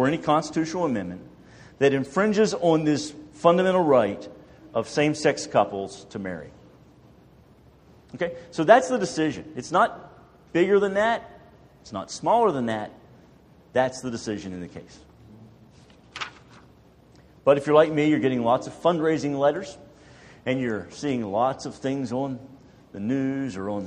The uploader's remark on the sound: More than a dozen churches in our community gathered for an evening of lectures and discussion. This is an audio recording of the second of the two lectures delivered.